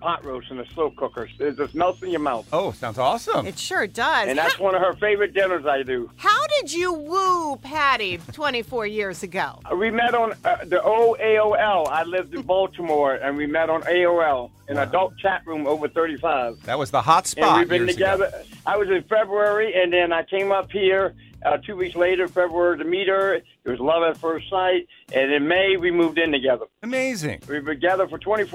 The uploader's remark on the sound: Listeners call